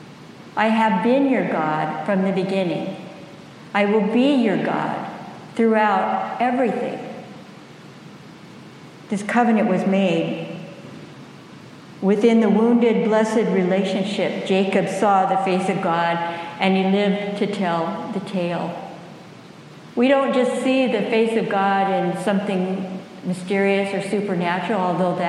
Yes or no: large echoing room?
yes